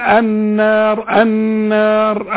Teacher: النون اللي عليها السكون الشده لازم تغن، نقول النار النار.